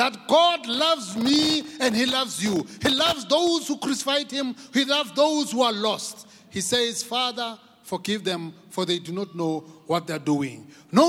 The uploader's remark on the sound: preached by our Grace Bible Church Pastors at the Good Friday Celebration 2022, hosted at Grace Bible Church Pimville